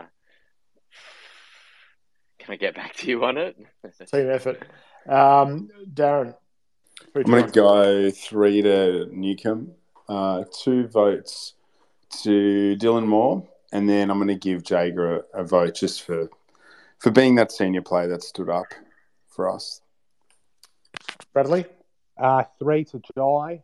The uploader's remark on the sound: live on Twitter Spaces